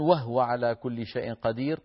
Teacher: قالون عن نافع روى لنا وهو ساكنة الهاء، وهو يعني هاء هو، هاء هو ساكنة الهاء إن سبقت بواو، وهو أو فاء فهو أو لام لهو، وكذلك هي حكمها حكم هو.